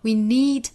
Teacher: love to practice only this, letting each other go.首先我们做英音的语音讲解。首先我们要注意,we need 前面的 we 和 need 两个词都是紧音，在读的时候要注意,we need.左右嘴角呢要向两边裂开，有这样的一个动作。We need,后面呢 in love, we need in love to